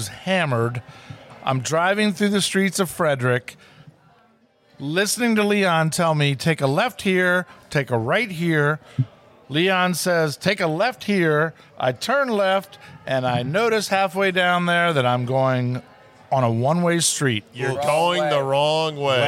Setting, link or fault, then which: setting, busy venue